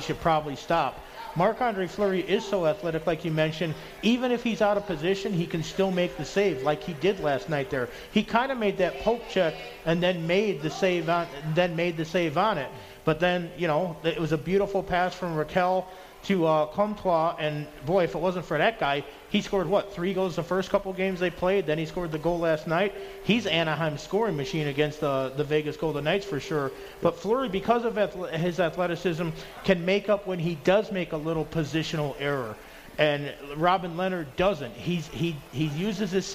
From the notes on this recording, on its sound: Live From The Cosmopolitan